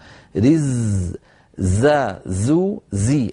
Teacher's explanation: لأننا همسناه، رز زا زو زي، الزاي لابد أن يكون صوتها مجهورا وأن يكون فيه الصفير